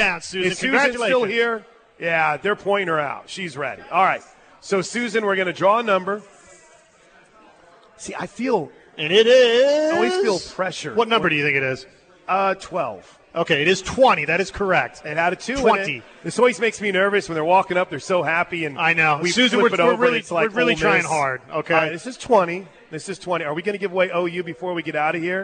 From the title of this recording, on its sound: LIVE FROM BWW IN EDMOND FOR GRIDIRON GIVEAWAY